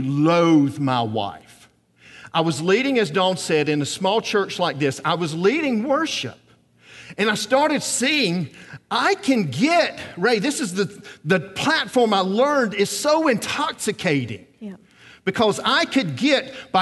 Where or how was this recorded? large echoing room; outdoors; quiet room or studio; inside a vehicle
large echoing room